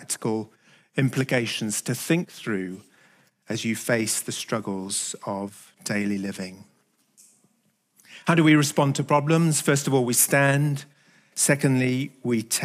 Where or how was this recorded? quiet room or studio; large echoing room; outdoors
large echoing room